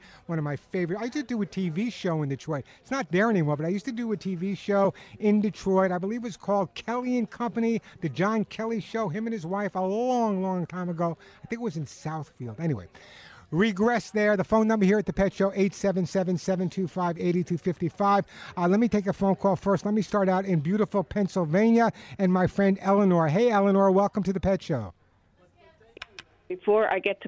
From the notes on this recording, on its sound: This is a live broadcast at the grand opening of Teresa's Country Feed and Pet in Tarzana, where viewers are encouraged to join in person.